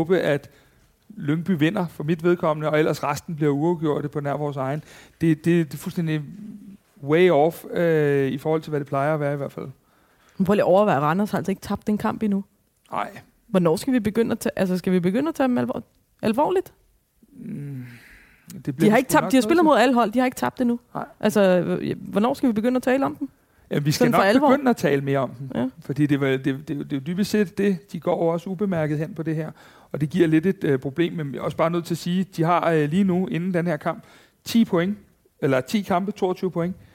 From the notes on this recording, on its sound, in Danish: Første episode er optaget sammen med 15 FCK fans og 15 Brøndby fans